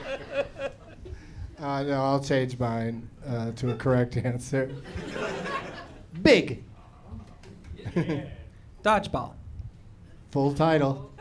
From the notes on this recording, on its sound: Live from Zanies in Rosemont